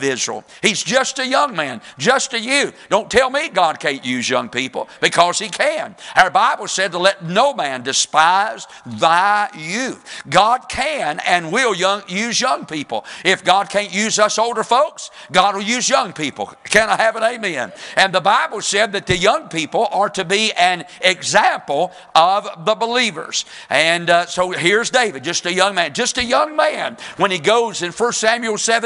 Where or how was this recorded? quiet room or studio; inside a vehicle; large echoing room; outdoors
large echoing room